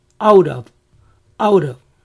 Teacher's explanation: la T de out of en la mayoría de veces se pronuncia como una R. Out of, out of.